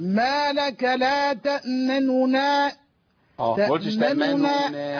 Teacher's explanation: كذلك الروم عندنا في كلمة لا تأمننا يعني ما لك لا تأمننا. تأمننا أنا فكيت الإضغام ثم اختلست الضمة النون الأولى